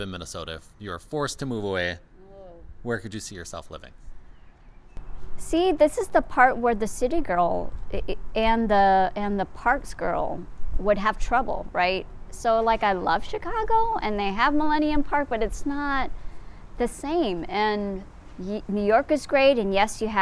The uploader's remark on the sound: at Boom Island park in Minneapolis